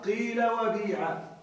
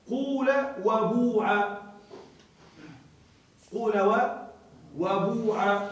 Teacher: قلبت الألف ياء وكسرت الفاء كسرا خالصا · Shown in: first take · هذا الوجه الأول، قيل بيع، قلبت الألف ياء قال وباع وكسرت الفاء القاف والباء كسرا خالصا تاما، قيل وبيع.